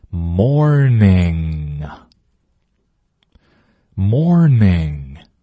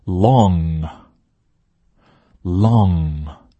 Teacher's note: 我们是舌头后面中部和后部拱起来，贴着我们嗓子眼上面，然后用鼻子震动，鼻腔震动发出这个音